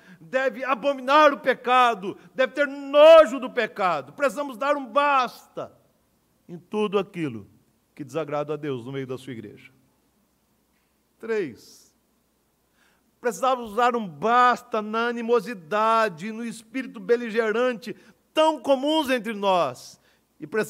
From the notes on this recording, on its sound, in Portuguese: no culto presencial e transmitido ao vivo no domingo pela manhã (9h)